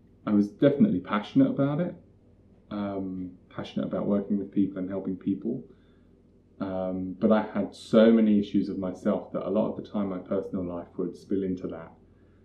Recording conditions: poor sound quality